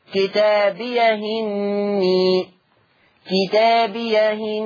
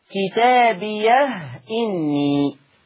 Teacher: كلمة كتابية إن وصلت بإني فلورش عن نافع في كتابية إني لما وصل لي حاجتين، إما أن تقرأ بالنقل كما تعودنا كتابيهني كتابيهني هكذا، أو تقرأ بالتحقيق كحفص كتابيه إني، يبقى لنا النقل كتابيهني أو لي التحقيق كتابيه إني.